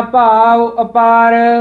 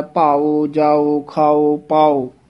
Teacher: ਜੇ ਭਾਵ ਉਚਾਰਨ ਕਰਨਾ, ਕਈ ਭਾਉ ਬੋਲ ਜਾਂਦੇ ਹਨ, ਭਾਵ ਊੜਾ ਬੰਦ ਮੂੰਹ ਵਾਲਾ ਹੈ, ਭਾਓ ਅਗਰ ਉਚਾਰਨ ਕਰਾਂਗੇ ਊੜਾ ਖੁੱਲ੍ਹੇ ਮੂੰਹ ਵਾਲਾ ਉਚਾਰਨ ਹੁੰਦਾ